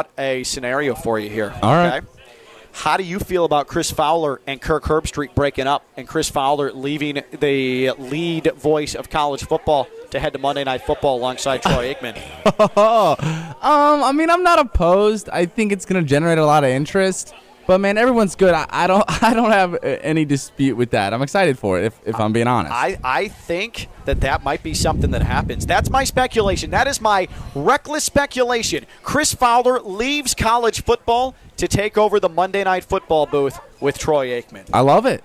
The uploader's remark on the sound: Live from the Honda Classic.